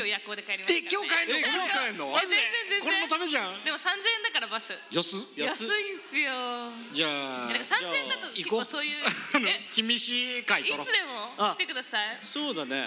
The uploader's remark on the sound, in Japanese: 先日開催されました与太話2.0主催のオフ会and公開収録イベント「寄り合い2.0」にて行われた2本の公開収録から、まずは前半！フロアーでは若干音が聞き取りづらかったとご意見いただいておりましたが、こっちは大丈夫です！